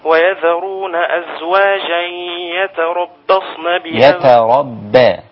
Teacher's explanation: ما تفخمش الباء قبل الصاد عشان تفخم الصاد خلص ترقيق الباء من الصاد ويذرون أزواجا يتربصن بأنفسهن يتربصن بأنفسهن